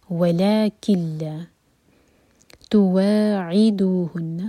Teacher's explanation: نون کے بعد لام آ رہا ہے، تو یہاں پر ہوگا ادغام بغیر غنہ کا. ولکل توعدوهن، سٹریچ کے بعد عین پر زور.